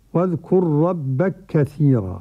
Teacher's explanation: قرأ السوسي بالإضغام، إضغام الكاف في الكاف